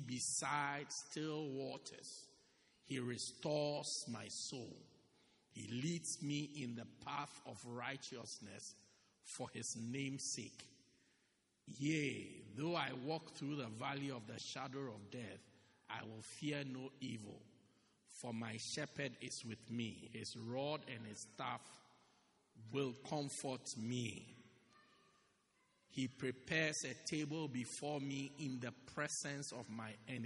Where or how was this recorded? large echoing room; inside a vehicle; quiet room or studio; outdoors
large echoing room